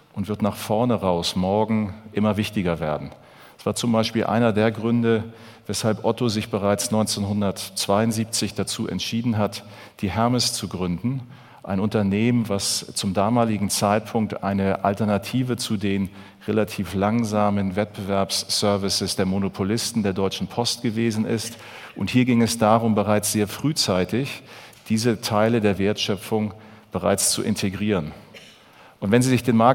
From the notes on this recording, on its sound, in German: in seinem Vortrag auf dem auto motor und sport Kongress 2019